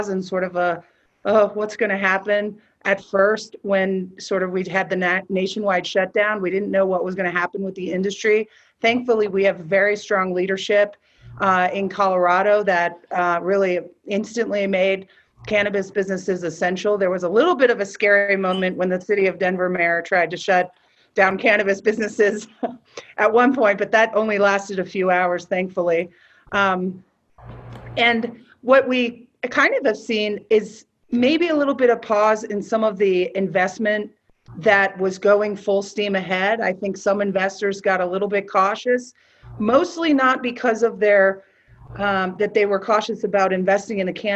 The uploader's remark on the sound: Leaf Talks: Sports, Meds & Money | Virtual Conference.